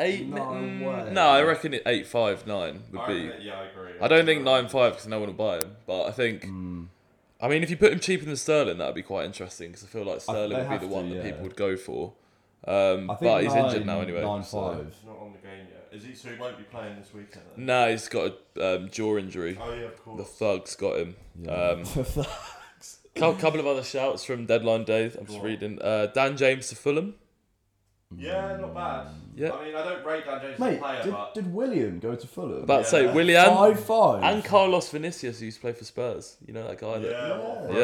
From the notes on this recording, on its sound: NEW MICROPHONES (bare with us as we get used to them lol).